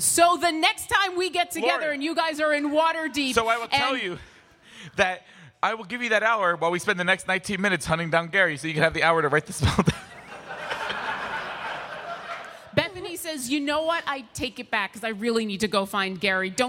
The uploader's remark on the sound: RTX 2017 Live Game. The audio from our 2017 RTX live D&D panel!